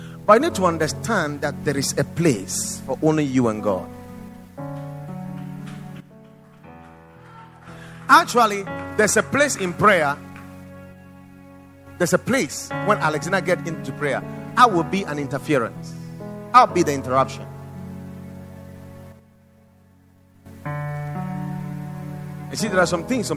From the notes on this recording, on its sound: Preached at Watered Garden Church